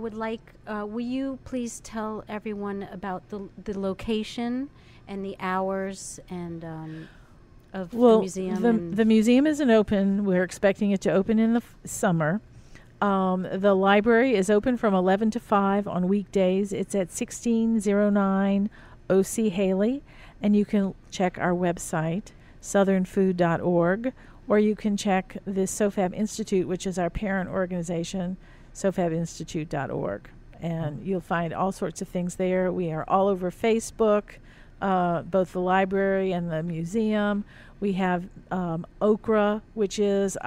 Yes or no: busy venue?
yes